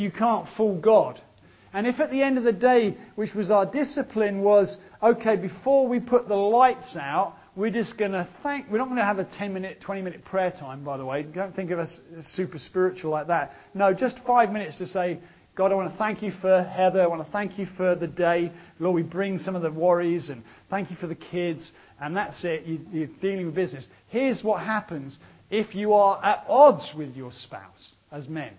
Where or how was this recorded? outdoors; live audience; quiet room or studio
live audience